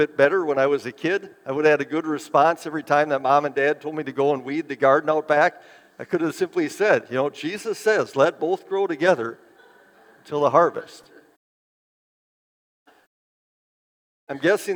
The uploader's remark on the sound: Bethany, Appleton, WI. Preached this sermon at Bethany's Sunday worship on July 23, 2023.